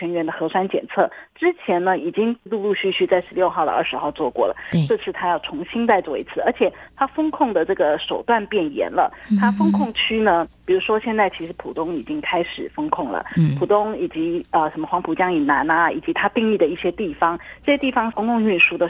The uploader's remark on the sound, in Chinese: 連線訪問中央社駐上海記者。